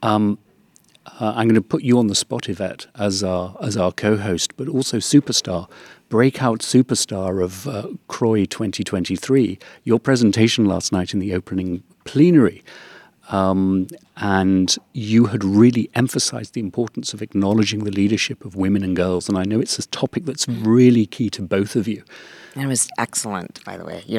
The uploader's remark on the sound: Live from CROI 2023